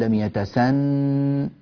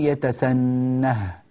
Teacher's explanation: إنما نقف بهاء السكت لبيان فتح النون · Shown in: second take